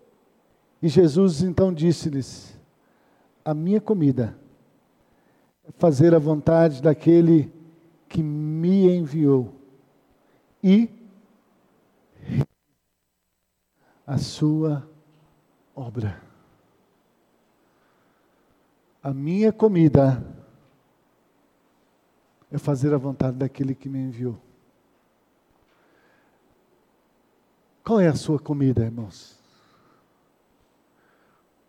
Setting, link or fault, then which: setting, large echoing room